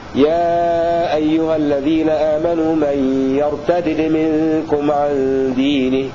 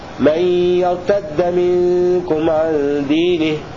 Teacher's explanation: من يرتدد عم مرسلا وحرك بالإدغام للغير داله، قرأ نافع وابن عامر يا أيها الذين آمنوا من يرتدد منكم عن دينه، بفك الإدغام أي بدالين الأولى مكسورة والثانية مجزومة · Shown in: first take